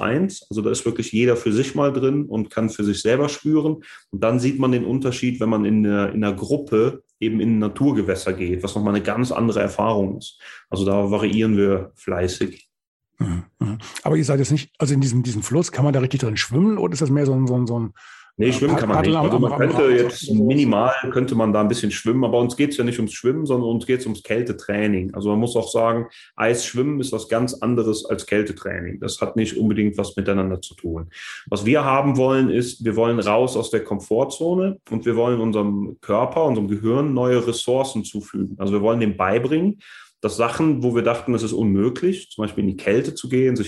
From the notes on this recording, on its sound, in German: Via ZOOM in einer Schaltung zwischen dem hessischen Spessart und dem Schweizer Wallis.